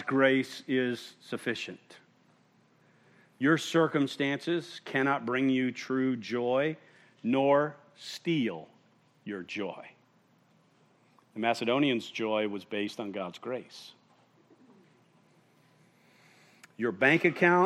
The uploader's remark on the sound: at Murrieta Valley Church in Murrieta, California